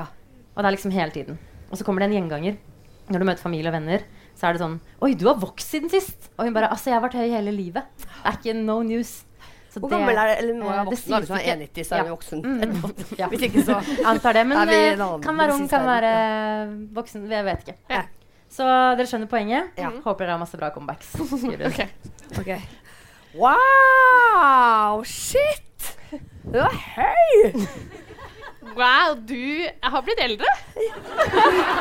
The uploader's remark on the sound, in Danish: Live fra Nieu Scene. Her er del to av livepodden vi hadde forrige uke.